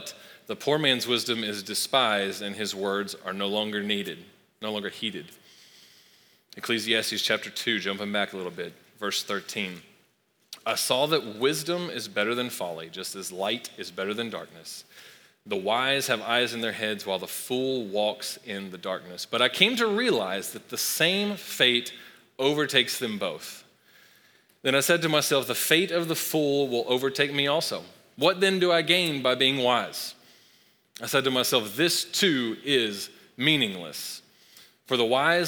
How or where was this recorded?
large echoing room